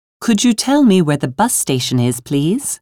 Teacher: Notice the rising intonation on indirect questions.